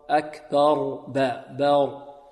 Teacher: بعض الطلاب يقول: فيعذبه الله العذاب الأكبر، أكبر، فيميل فتحة الباء، وهذا خطأ. لا، الباء هنا مفتوحة فتحا متوسطا، الفتح المعروف، وكذلك مرقق